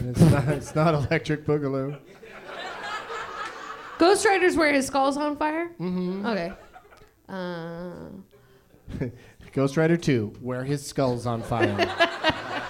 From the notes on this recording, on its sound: Live from Go Bananas Comedy Club in Cincinnati